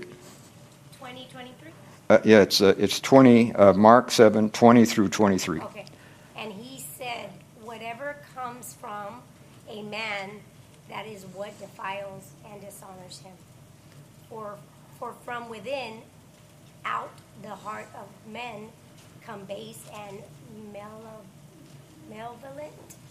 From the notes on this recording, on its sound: from the Wednesday service on September 27, 2023 at Harvest Bible Church in Stockton, California.